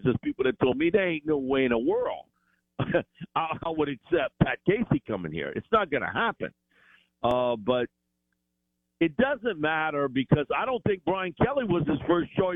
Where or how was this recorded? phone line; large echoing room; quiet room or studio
phone line